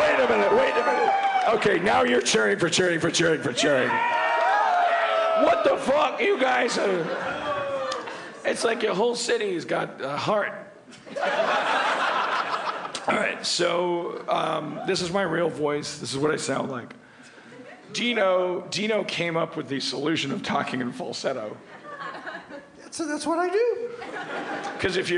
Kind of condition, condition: setting, live audience